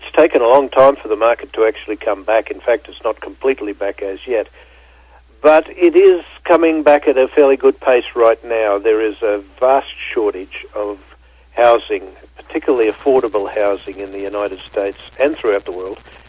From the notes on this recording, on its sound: called in to SmallCapVoice